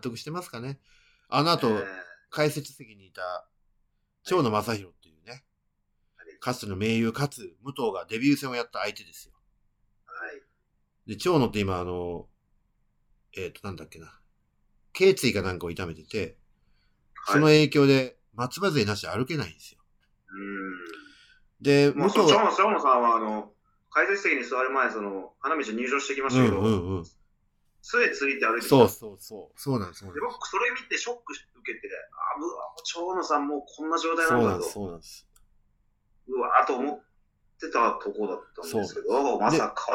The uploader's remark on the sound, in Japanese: 今回もリモートで。